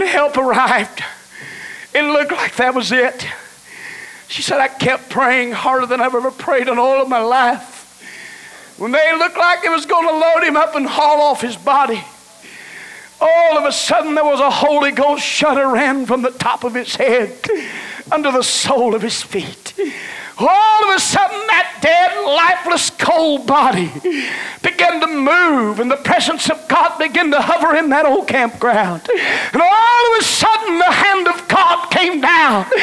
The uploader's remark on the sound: delivered November 12, 1989 at First Apostolic Church in North Vernon, Indiana